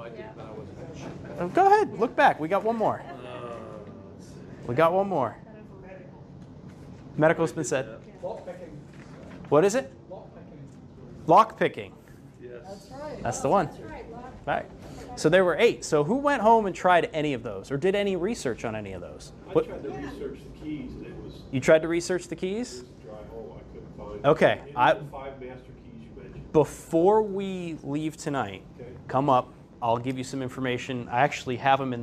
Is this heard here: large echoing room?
yes